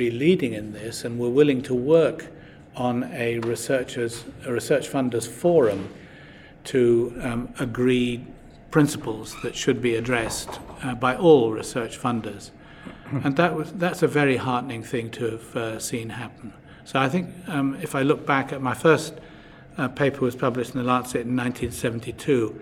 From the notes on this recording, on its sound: recorded at Evidence Live